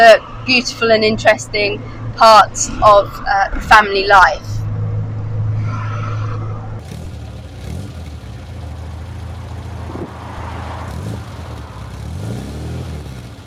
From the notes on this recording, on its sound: Our visist to Beaulieu in Peggy the Morris Minor. All recorded from my 1968 Morris Minor, Peggy. During our week long stay down south.